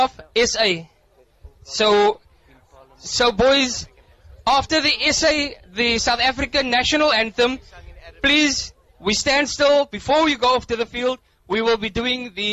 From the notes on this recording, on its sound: ROSMEAD SPORTS FIELD OUTSIDE BROADCAST. Voice of the Cape Live Broadcast. Covering the T20 Cricket at Rosmead Sports Field.